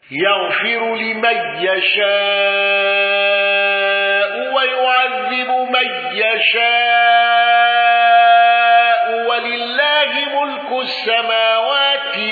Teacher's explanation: خلاد بالسكت على المد المتصل وأل